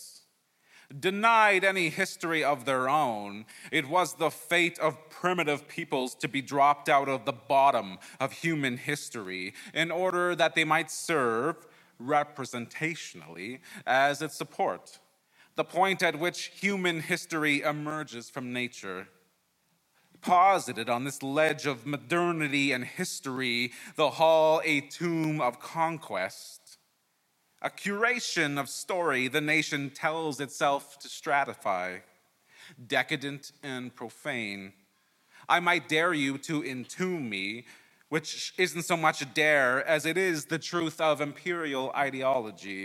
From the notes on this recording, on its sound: He performed this story at Sydney Writers Festival.